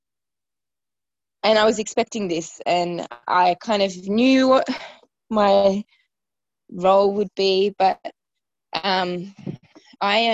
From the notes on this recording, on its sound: This was the second zoom call for the first week of the online ides.